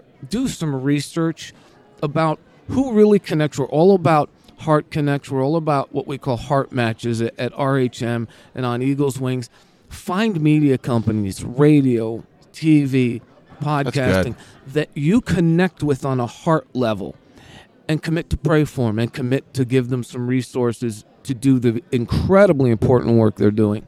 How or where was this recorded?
busy venue